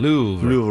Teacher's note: There is technically a little R. Yes, a little Louvre. Tiny at the end.